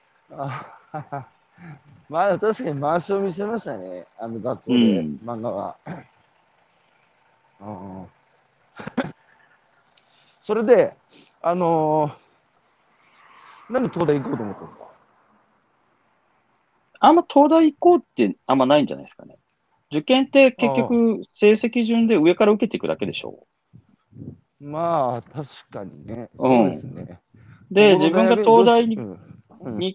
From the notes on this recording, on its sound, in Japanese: 歩きながら1時間、対談する